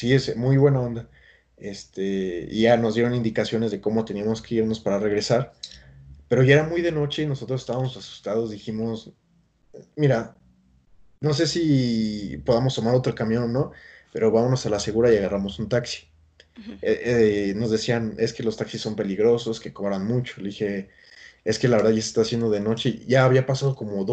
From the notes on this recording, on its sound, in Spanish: La cuarentena nos encarceló pero Skype nos hizo libres